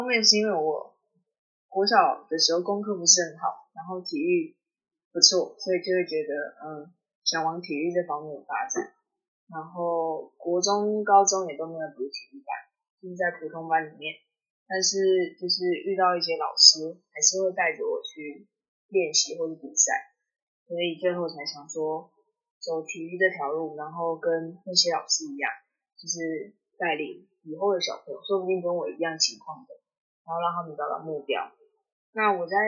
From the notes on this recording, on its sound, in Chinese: 本集因受收音影響，故雜音較多，敬請見諒。